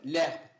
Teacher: Le herbe donne l'herbe. Donc le H, c'est comme si phonologiquement il n'était pas là, il autorise à ce que le E de l'article le s'efface. · Term: H muet